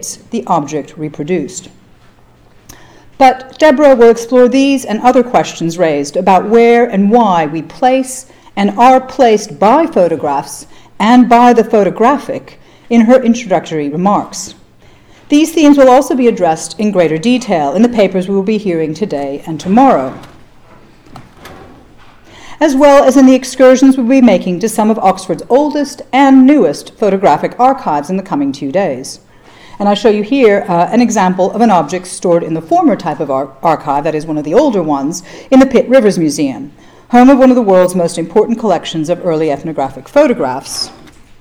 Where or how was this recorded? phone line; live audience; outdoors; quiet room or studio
live audience